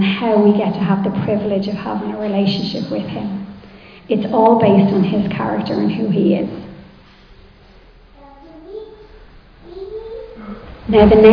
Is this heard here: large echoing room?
yes